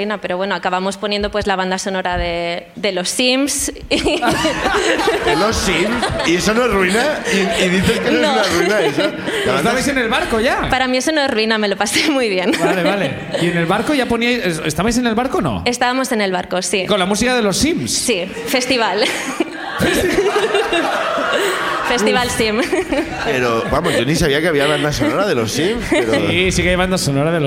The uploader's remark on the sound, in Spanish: El público de Barcelona